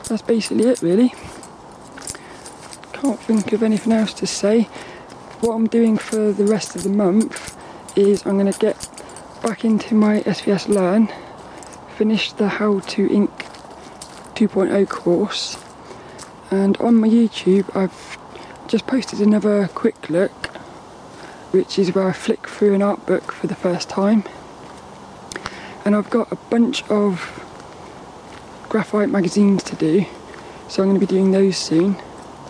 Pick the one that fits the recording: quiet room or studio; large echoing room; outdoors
outdoors